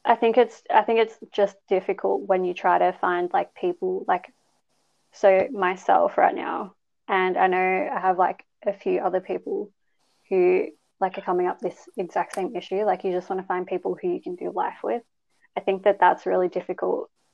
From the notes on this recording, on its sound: The internet was bad while recording.